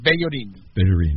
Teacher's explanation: I knew I had the wrong emphasis. I wasn't putting the proper emphasis on the last syllable.